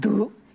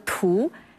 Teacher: 它的读音从读变到了荼，它经历了一个浊音轻化的过程